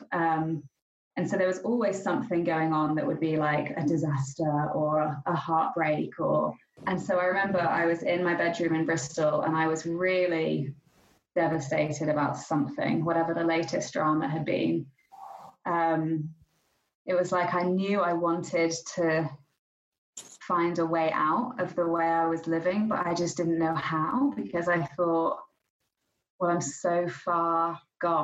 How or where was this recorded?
video call